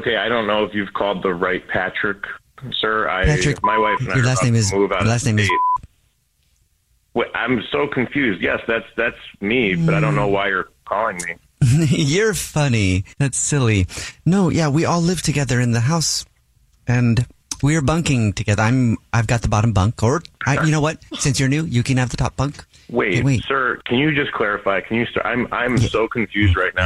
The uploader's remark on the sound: phone prank style